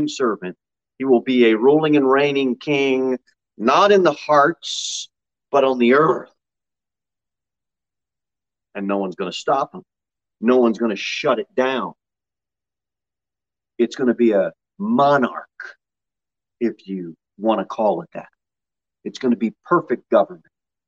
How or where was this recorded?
large echoing room